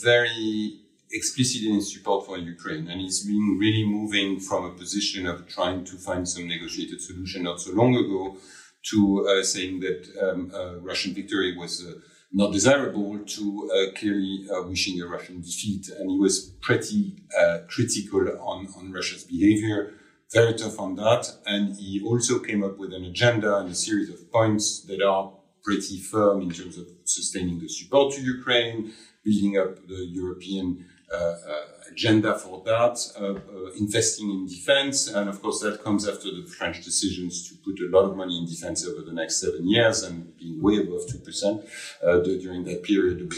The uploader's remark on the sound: Live from the Munich Security Conference